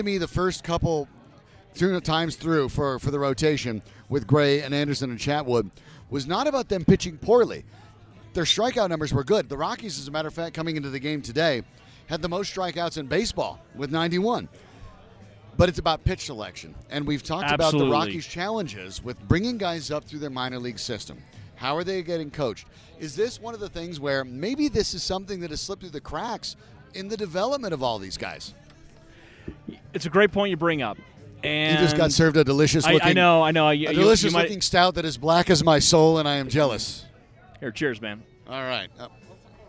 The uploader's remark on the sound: recorded live on the rooftop at Tap Fourteen downtown in LoDo